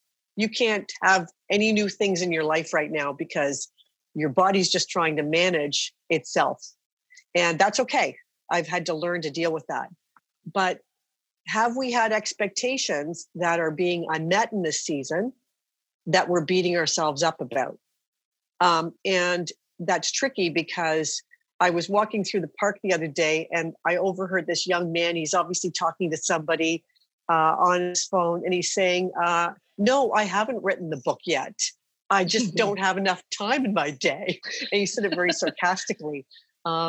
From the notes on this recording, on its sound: Conversations recorded live via Zoom with the Gather Women community.